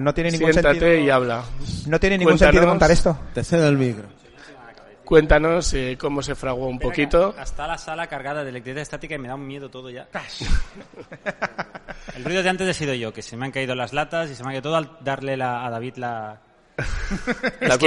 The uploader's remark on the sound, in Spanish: Programa en directo en la 59a RU de Barcelona. Programa grabado en directo en la UOC durante la 59a RU de Barcelona. El programa se grabó en dos partes.